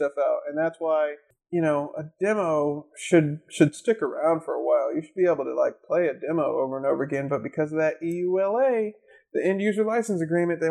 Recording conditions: poor sound quality